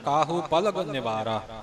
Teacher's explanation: पलग निवारा, पलग पप्पा लल्ला घग्गा तिने अखर मुकदे हन, अपने कोलों टिप्पी ला के पलंग नहीं बोलना